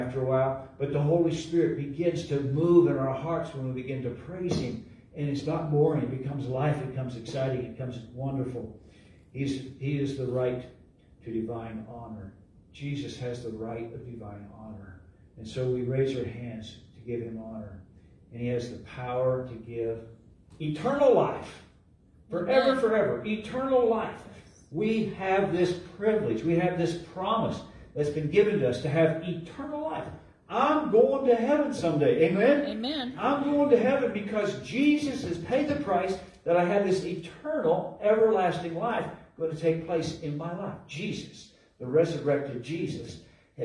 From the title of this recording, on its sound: LIVE at Calvary